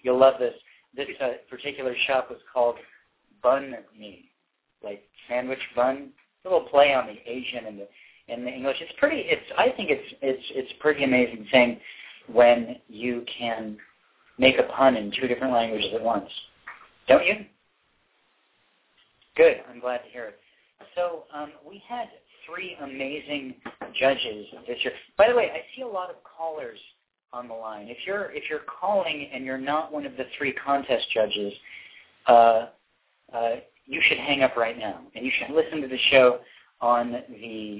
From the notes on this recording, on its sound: In this live broadcast! Called in live to read their poems.